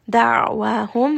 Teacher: Kana, this is going to be a two count mad. Da'wahum, ayn is going to be from the middle of the throat. It also has tawassut.